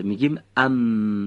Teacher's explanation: از برخورد دو لب به یکدیگه به صورت نازک تلفظ میشه و صدای اون هم از بینی خارج میشه، ضمناً تارهای صوتی رو هم به ارتعاش در میاره.